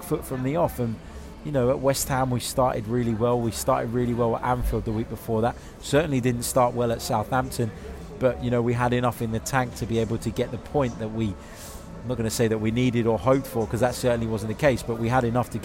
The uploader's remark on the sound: Instant Reaction from the Etihad!